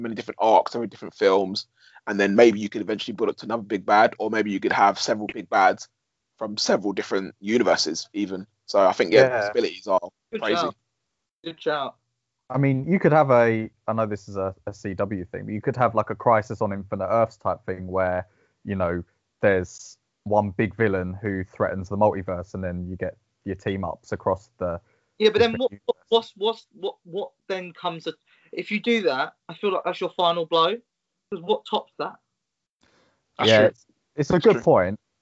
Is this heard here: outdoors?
no